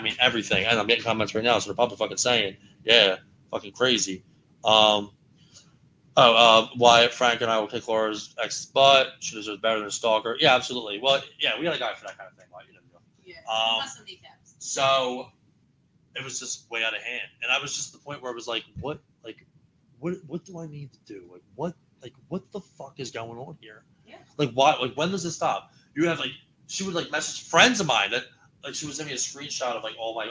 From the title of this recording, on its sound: Live from The Cellar in Yardley, PA.